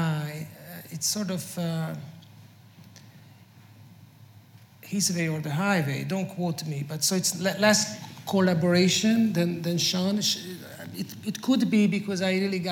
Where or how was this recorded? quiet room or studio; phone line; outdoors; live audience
live audience